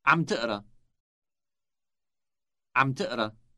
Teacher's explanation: Note that the B sound on the beginning of the verb is dropped.